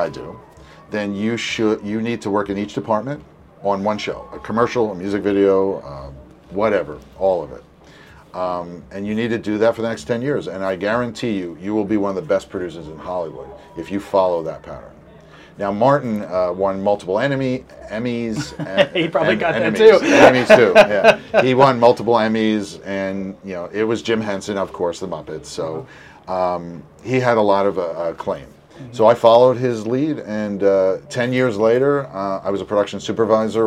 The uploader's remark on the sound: sit down on location at SXSW